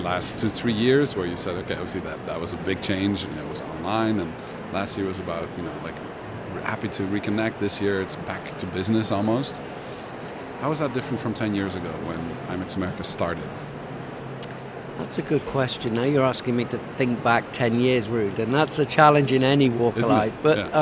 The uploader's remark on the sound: Live from #IMEXAmerica